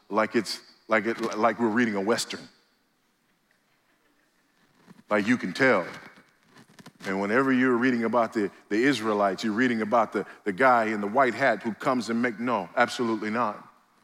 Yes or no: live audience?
yes